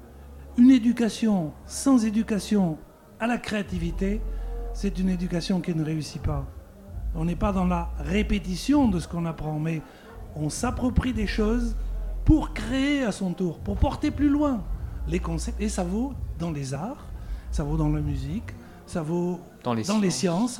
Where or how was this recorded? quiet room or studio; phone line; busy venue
busy venue